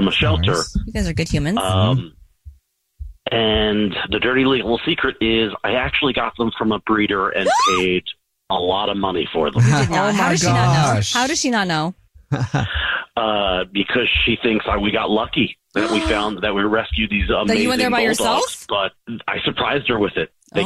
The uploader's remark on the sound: There is a guy on the phone